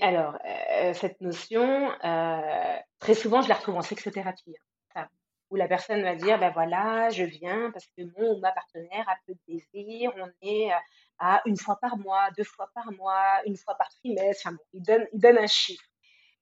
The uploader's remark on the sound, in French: Je m'excuse pour la qualité du son.